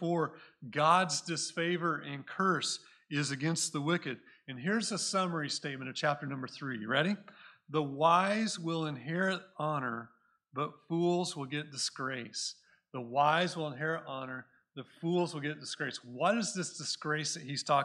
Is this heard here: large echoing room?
yes